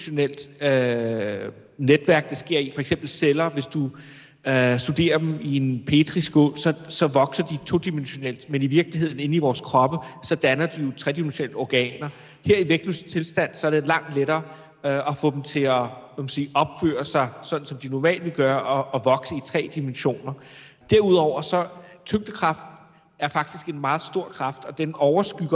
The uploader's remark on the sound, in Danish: RumSnak LIVE, optaget på SDU